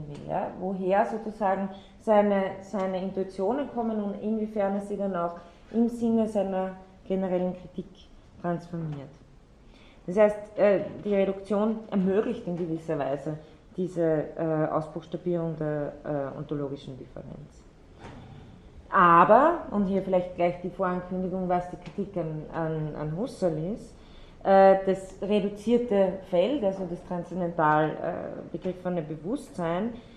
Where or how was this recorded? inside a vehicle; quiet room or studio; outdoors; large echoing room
large echoing room